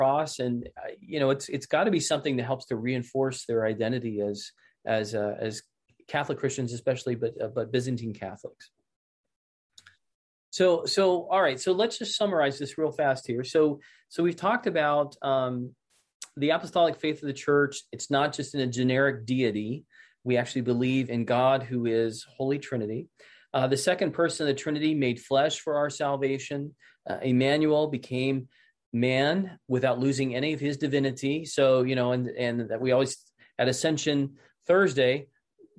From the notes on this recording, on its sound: This is a recording of the second webinar in the Becoming Byzantine series.